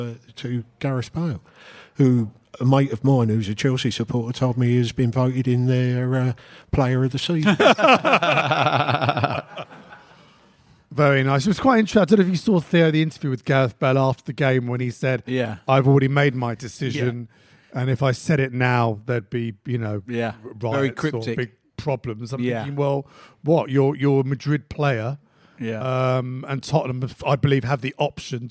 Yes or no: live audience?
yes